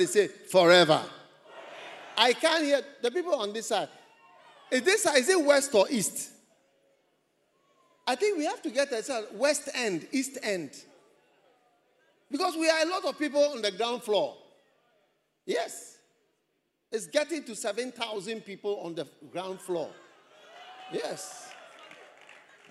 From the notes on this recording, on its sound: Preached at the First Love Experience Service.